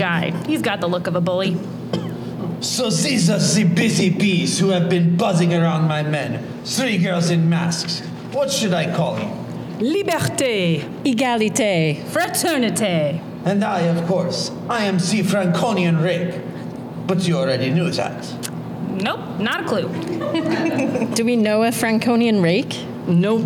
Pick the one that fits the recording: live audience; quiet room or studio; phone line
live audience